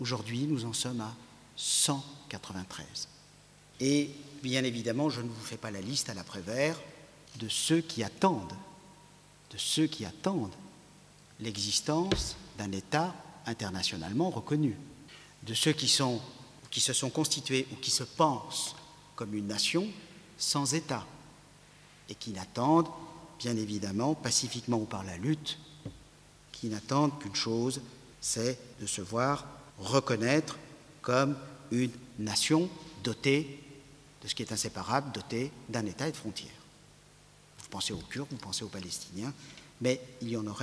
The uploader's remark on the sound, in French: Conférence enregistrée le 12/02/16 depuis l&#39;Archipel, à Paris. Conférence enregistrée le 12/02/16 depuis l'Archipel, à Paris.